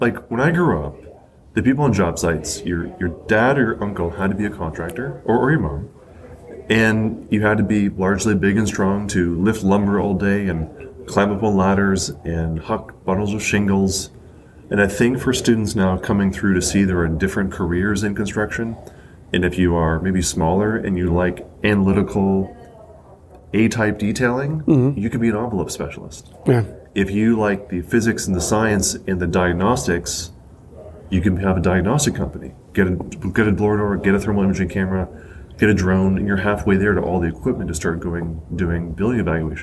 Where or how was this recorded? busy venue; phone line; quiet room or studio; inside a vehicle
busy venue